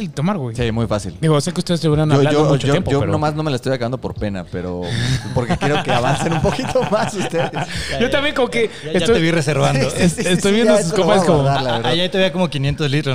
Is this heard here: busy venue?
yes